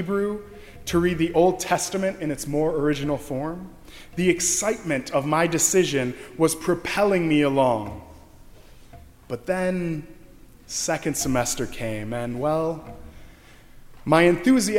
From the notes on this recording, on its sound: during the Heritage service (11:00 am) on Sunday May 22, 2016, at First Presbyterian Church of Arlington Heights, Illinois.